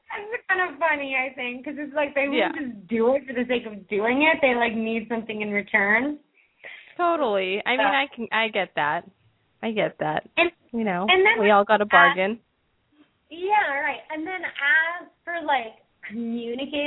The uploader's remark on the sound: Open up the lines for listeners to call.